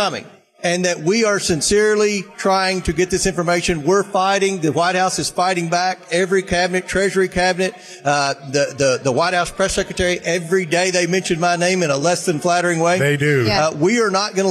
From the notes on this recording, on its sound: Live from CPAC